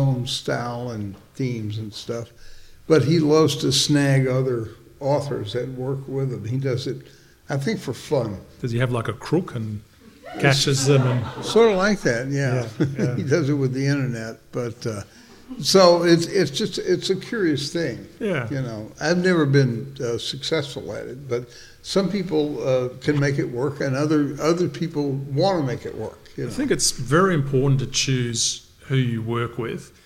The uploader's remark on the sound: Recorded Wednesday, October 2nd at the American Bookbinders Museum in San Francisco.